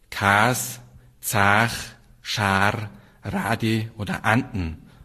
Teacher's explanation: Weil das Merkmal vom Bayerischen ist das überhelle A.